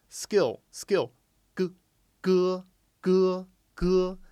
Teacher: And then skill, if you actually say the word skill, which is the word, the English word we give to come up with the initial sound for g, you'll notice that when you say skill, you're not actually aspirating when you say that k